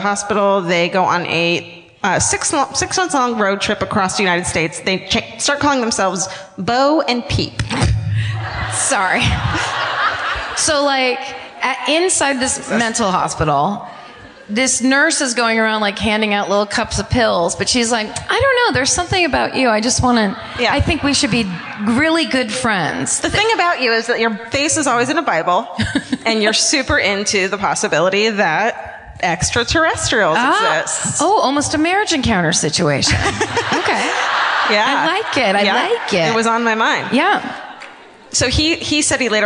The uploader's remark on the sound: Live at the Balboa Theatre in San Diego